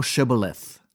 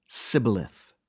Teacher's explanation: Knowing they had difficulty with the SH sound, he chose the word Shibboleth, realizing that they would say Sibboleth, and by that defect indicate that they were enemies.